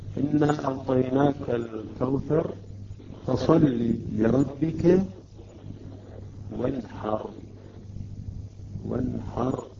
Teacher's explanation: الحاء عندما تأتي بعد النون الساكنة نظهر النون